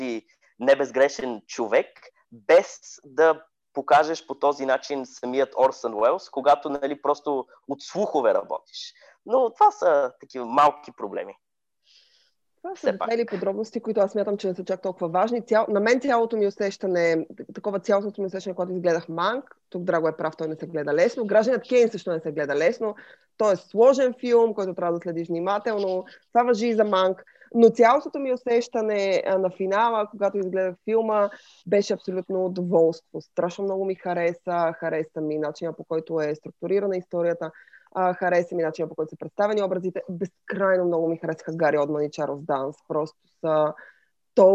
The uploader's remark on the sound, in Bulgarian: Тихо, филмът започва... по Zoom.